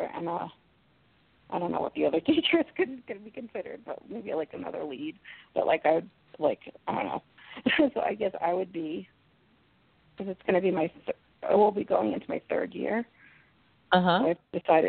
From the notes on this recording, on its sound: in response to callers' questions